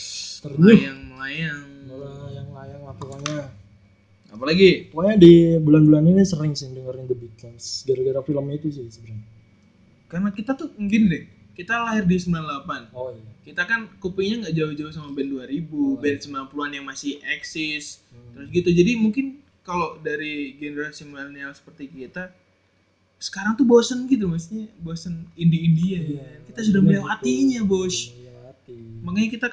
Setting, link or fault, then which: fault, poor microphone